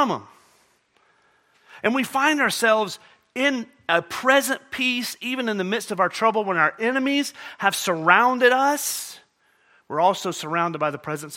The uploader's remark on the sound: at Murrieta Valley Church in Murrieta, California